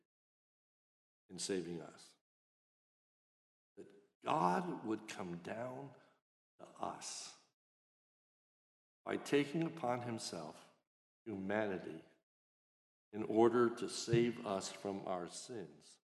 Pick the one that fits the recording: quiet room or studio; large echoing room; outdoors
large echoing room